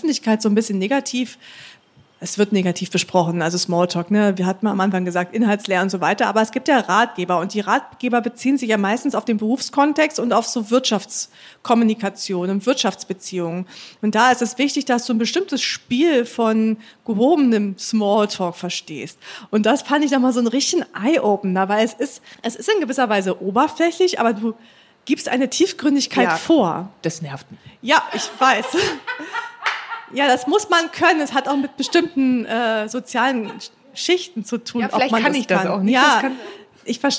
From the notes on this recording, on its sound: All das tun wir live vor Publikum, denn diese Folge haben wir zusammen mit dem podfestBerlin im Selina Hotel in Berlin Mitte aufgenommen.